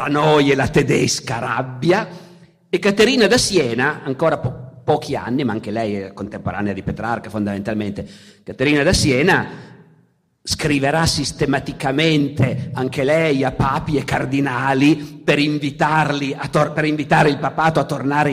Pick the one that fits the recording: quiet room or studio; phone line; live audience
live audience